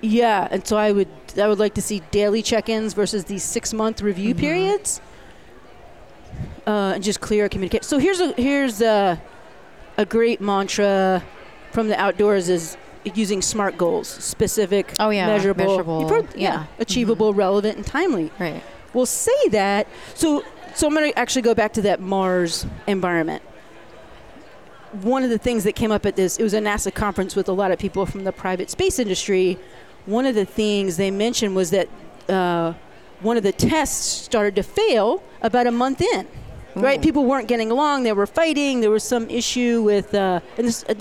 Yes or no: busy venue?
yes